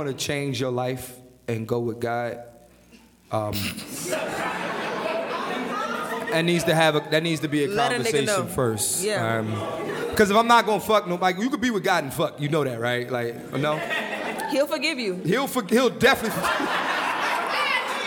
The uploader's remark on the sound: LIVE in Atlanta, Georgia.